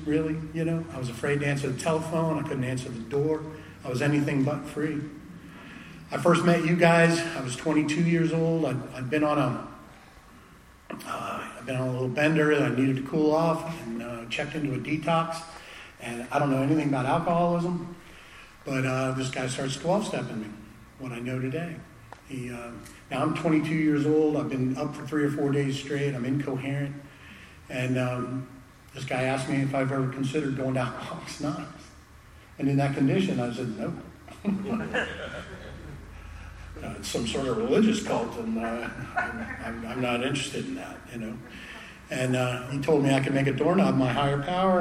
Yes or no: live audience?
yes